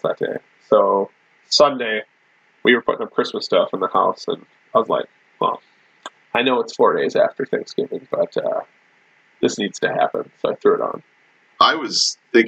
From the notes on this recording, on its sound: Sound quality improves after 18 seconds